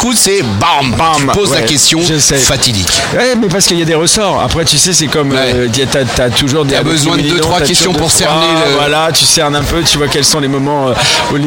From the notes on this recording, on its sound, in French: En direct du Dock B à Pantin